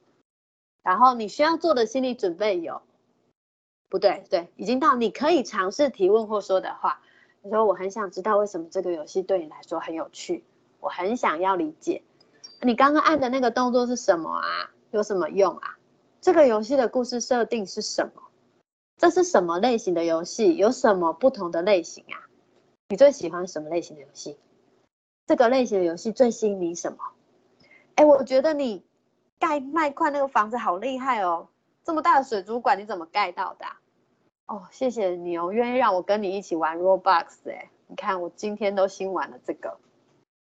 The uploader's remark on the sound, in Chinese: 此為線上課程錄音檔